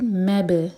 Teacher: با پر قلقلہ اور میم لائٹ